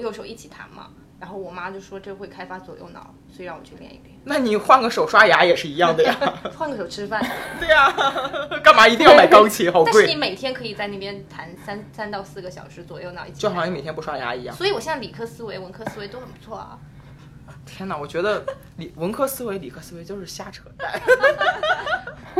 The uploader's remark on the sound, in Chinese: 本期节目录制的过程中由于太过好笑，主持人和嘉宾笑得过于放肆，在吸收了大家诸多批评意见后，我们调整了一稿音频，基本解决了笑声刺耳的问题